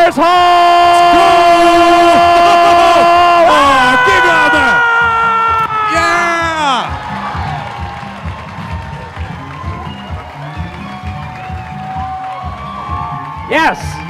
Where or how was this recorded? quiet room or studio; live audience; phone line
live audience